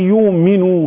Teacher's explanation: ايضا بالنسبة للراوي الثاني للامام نافع هذا بالنسبة للأزرق، بالنسبة للأزرق هنشوف إن شاء الله أثناء القراءة هيقول أي يؤمنوا هكذا، يؤمنوا يعني بيبدل الهمزة الساكنة واو